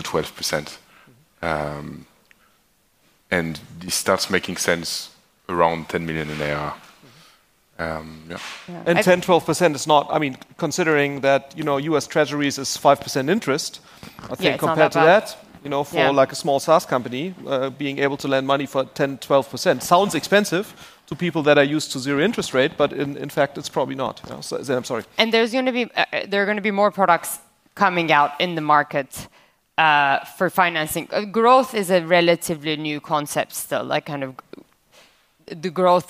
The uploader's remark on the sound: This time no interview, but part of the recording from the ARRtist Summit 2023 VC Panel on efficient growth.